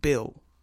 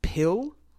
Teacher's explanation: Or in phonetic terms, a voiced bilabial stop and an unvoiced bilabial stop